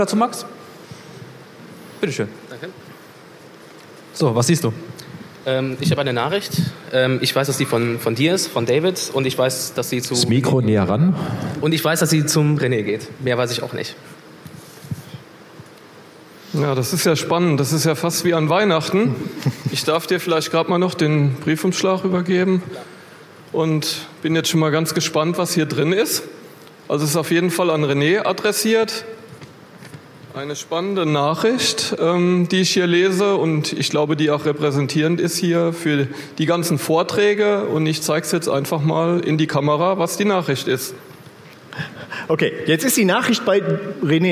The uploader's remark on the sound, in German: Auf dem Magenta Security Kongress 2018.